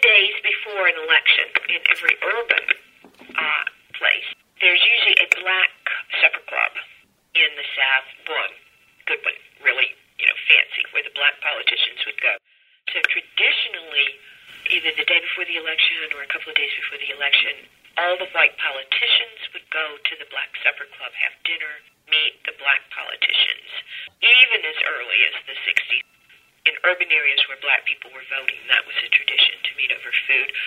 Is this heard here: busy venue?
no